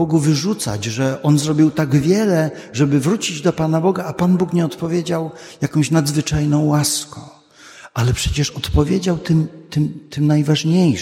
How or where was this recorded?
large echoing room